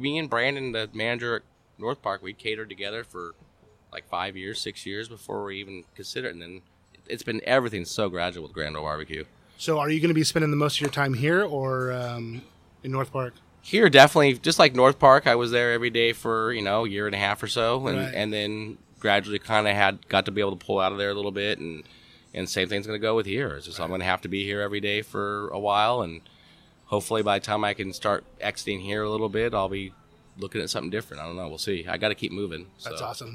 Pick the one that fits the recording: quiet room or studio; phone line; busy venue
busy venue